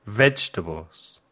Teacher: Vegetables lleva tres sílabas. Lo más fuerte es la primera sílaba.